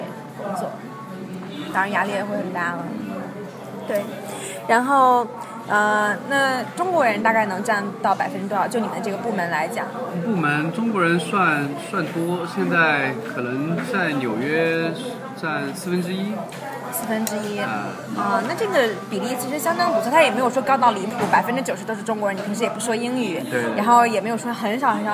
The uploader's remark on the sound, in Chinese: 本期节目音质不太理想。在纽约的某个小酒吧里边吃边聊的。